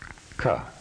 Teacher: The hard or unvoiced consonant, which is also unaspirated, is ka.